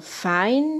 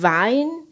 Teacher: stimmloser Laut wie F, also fein, stimmhafter Laut wie W, wie Wein